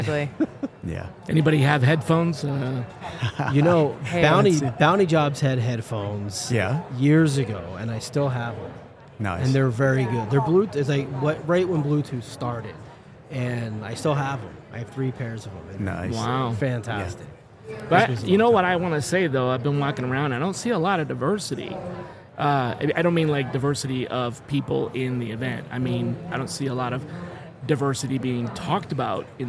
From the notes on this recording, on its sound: Recorded with Oleeo at HR Tech 2023. This is a special mini series recorded with Oleeo at HR Tech 2023.